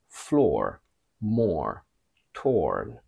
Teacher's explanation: even American keeps the long British or when it's followed by a R sound and potentially a consonant sound